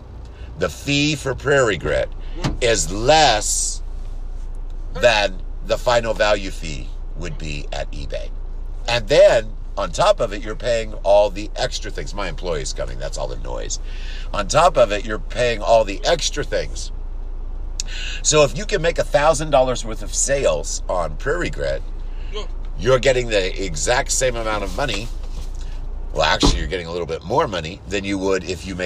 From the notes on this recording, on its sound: Waiting for my employee in the car.